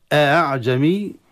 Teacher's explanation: الهمزة الأولى محققة والثانية مسهلة كحفص · Term: همزة مسهلة